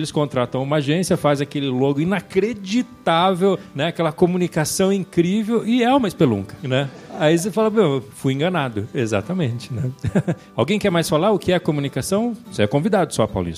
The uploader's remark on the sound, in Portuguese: Neste programa gravado ao vivo no Impulso 2018.